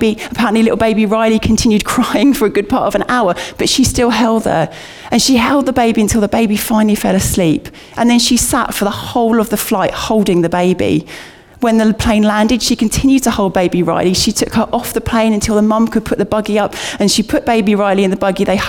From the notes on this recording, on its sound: Recorded at Bournville gathering